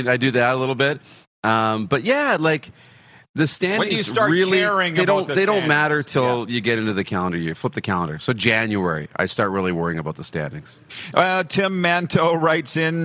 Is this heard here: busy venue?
yes